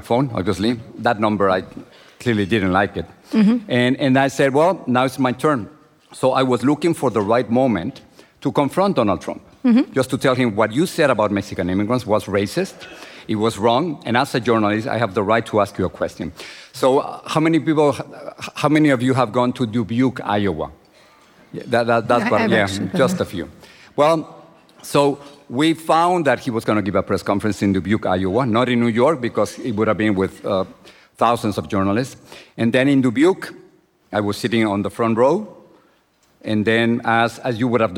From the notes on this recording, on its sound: This interview was recorded in front of a live audience at the Knight Media Forum in Miami, Florida.